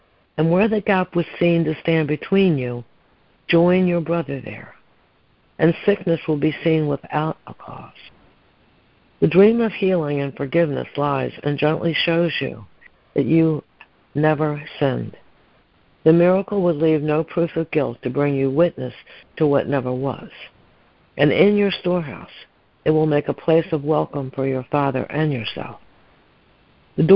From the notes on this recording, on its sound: ACIM Daily Conference Call